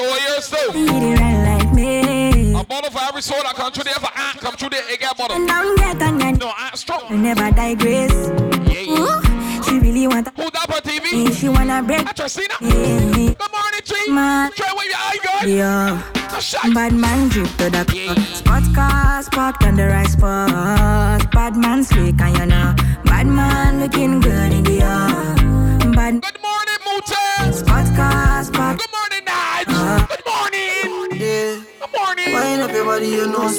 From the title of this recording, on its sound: BDAY PARTY LIVE AUDIO